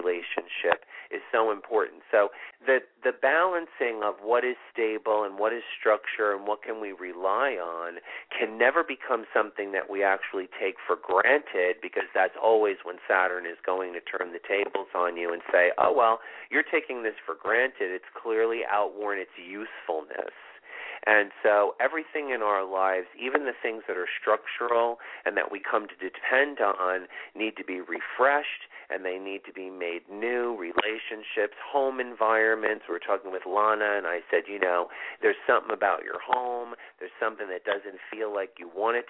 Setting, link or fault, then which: link, phone line